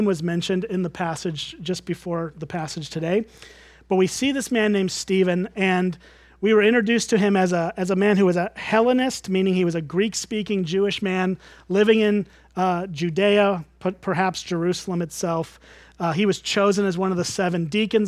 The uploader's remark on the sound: at Springbrook Church in Antigo, WI.